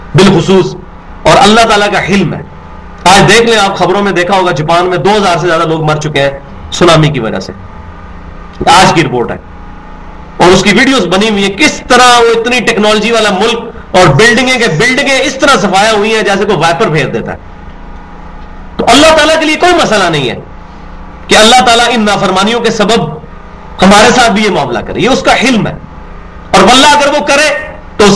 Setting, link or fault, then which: setting, large echoing room